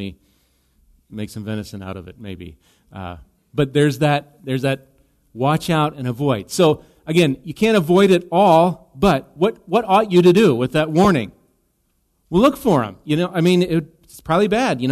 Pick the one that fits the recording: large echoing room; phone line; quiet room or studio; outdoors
large echoing room